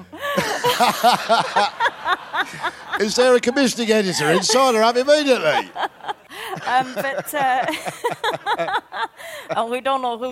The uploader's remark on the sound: Recorded on Wednesday 8th August 2012 at the BBC Edinburgh Festival.